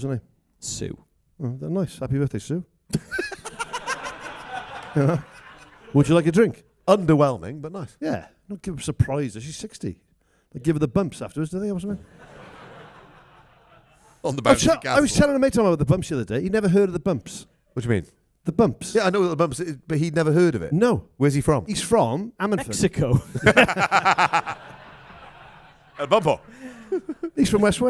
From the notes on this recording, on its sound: This week’s episode was recorded live at the Pod Live festival in London.